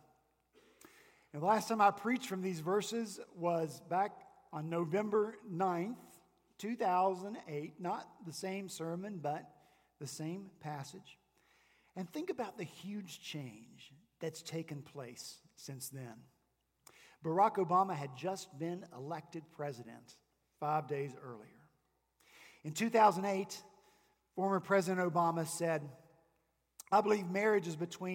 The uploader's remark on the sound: Our senior pastor preached again on Sunday, February 16 at Redeemer Presbyterian Church in Charleston, SC.